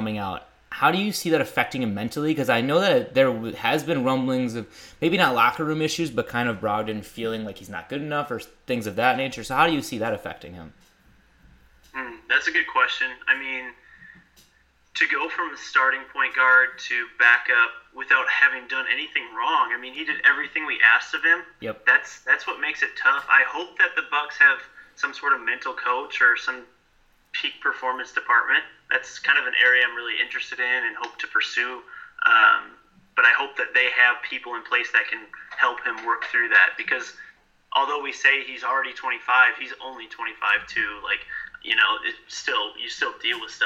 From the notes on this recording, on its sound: gets on the phone